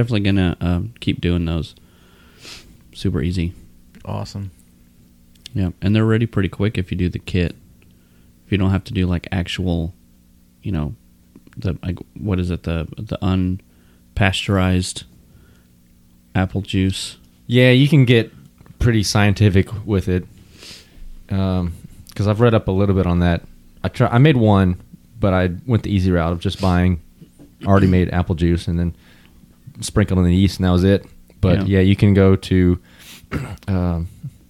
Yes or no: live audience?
no